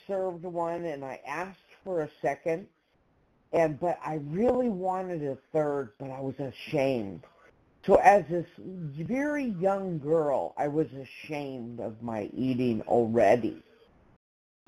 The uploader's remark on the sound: 100 Pounders Phone Meeting.